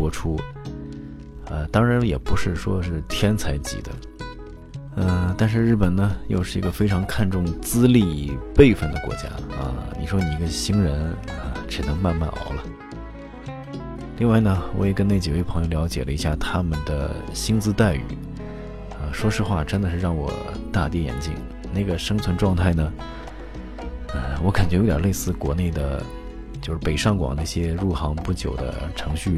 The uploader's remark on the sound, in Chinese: 日本实地录音